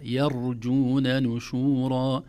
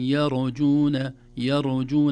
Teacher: التنبيه الأول ترقيق الياء، لا نقول يرجون لأنها الأذن لا تستغربها، لأن الراء مفخمة فيكون أسهل على اللسان يقول يرجون، لكن لا يا يرجون نشورا. نرقق الياء ونفخم الراء الساكنة دون قلقلة · Shown in: first take · لا نقول يرجون يرجون، الراء الساكنة ليس فيها قلقلة، أو الراء صفة عامة ليس فيها قلقلة.